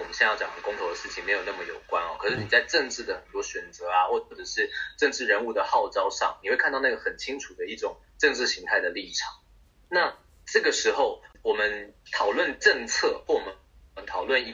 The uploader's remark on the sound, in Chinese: 抱歉由於越洋訪問所以今天收音出了問題。